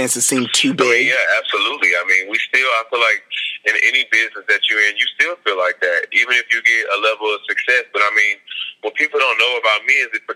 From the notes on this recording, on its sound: speaking over the phone